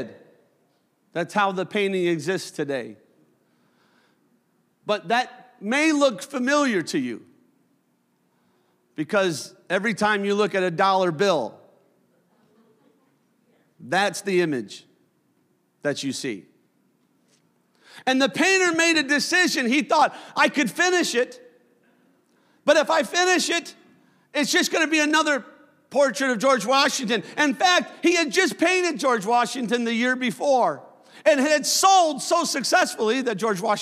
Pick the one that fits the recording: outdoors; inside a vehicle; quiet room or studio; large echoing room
large echoing room